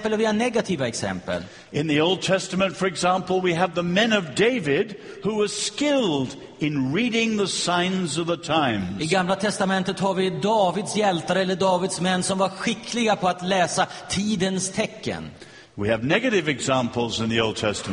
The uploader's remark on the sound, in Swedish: Inspelad vid Apologiakonferensen i G&#246;teborg